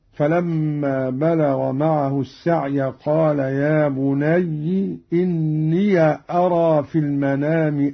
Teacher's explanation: قرأ قالون بكسر الياء هكذا: فلما بلغ معه السعي قال: يا بني إني أرى في المنام أني أذبحك.